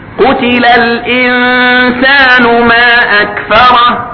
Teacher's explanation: كرام بررة، قتل الإنسان ما أكفره، النون الساكنة في كلمة الإنسان بعدها سين وهو من حروف الإخفاء، فحكم الإخفاء، حكم النون الساكنة هنا الإخفاء بغنة